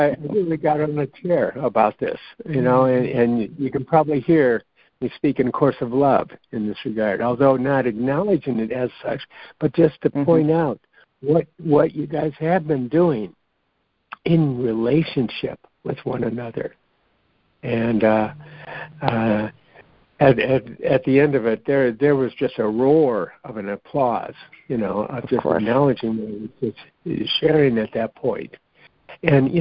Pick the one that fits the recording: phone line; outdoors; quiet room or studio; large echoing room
phone line